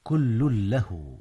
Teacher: إدغام ماذا؟ كل له، إدغام تنوين كل في لام له، وهو إدغام بغير غنة